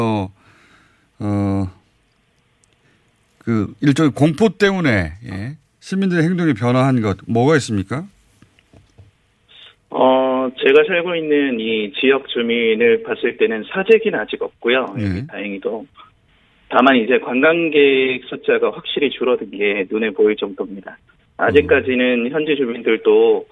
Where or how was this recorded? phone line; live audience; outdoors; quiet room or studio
phone line